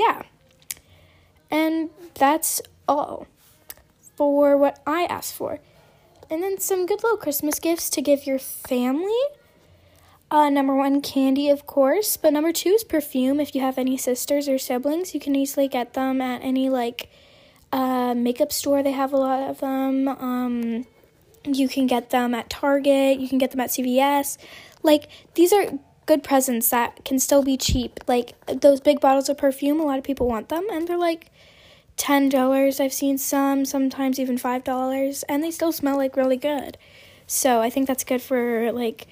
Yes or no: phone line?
no